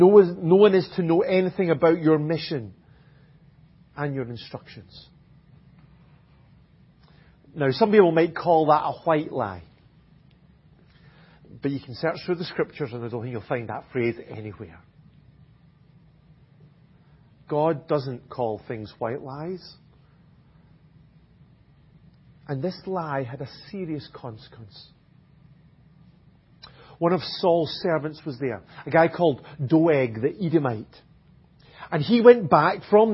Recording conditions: large echoing room